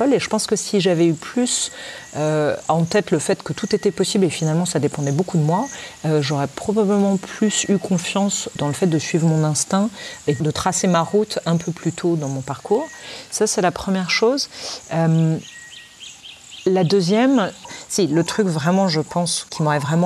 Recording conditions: sounds in the background